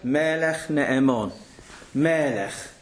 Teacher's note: Melech. Stress on the mem. Right? If you see in the Sidurim, you'll see there's a little line called a meseg underneath the vowel under the mem, next to the segol.